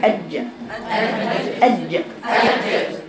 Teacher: لانك فهمت النقطه اللي هامه جدا، ان انت ما حبستيش الصوت، ما قفلتيش المخرج، ما قفلتيش المخرج، وسط لساني اقرب للطرف مع ما يحازي الحنك الاعلى · Term: الجيم